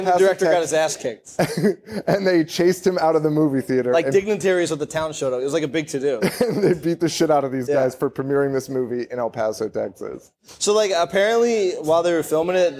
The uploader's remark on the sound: Live from the Falcon Bar in Orlando, Florida